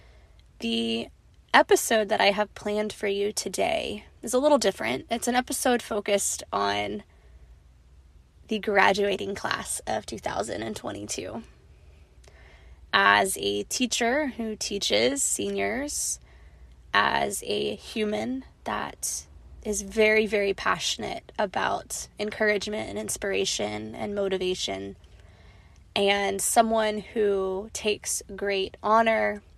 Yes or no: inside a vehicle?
yes